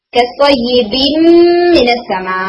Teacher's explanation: नून जो है अब मीम के अंदर मर्ज हो जाएगा कसयिबिन मिनस्समा, और ये जो इदगाम है ये नेजल साउंड के साथ हो रहा है।